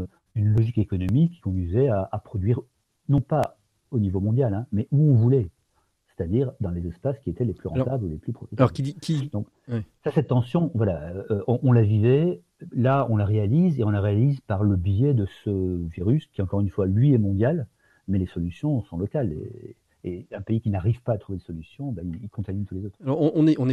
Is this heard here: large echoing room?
no